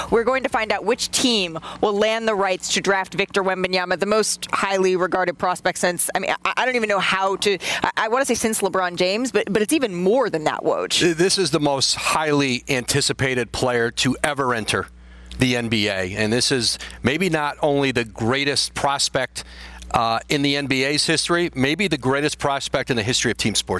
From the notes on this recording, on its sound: Live from the NBA Draft Lottery.